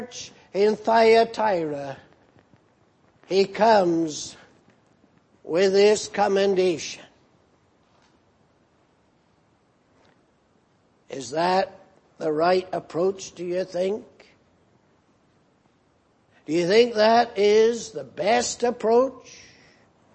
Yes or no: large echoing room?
yes